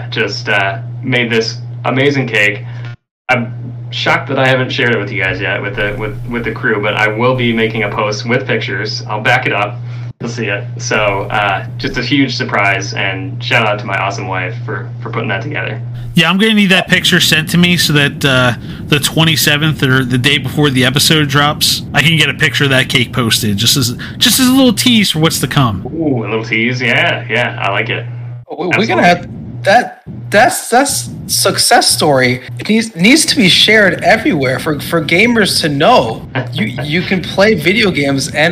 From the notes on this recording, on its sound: APOLOGIES FOR THE AUDIO - We had some technical difficulties that could not be edited around.